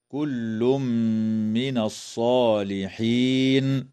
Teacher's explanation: يدغم التنوين في الميم مع الغنة في قوله تعالى: كل من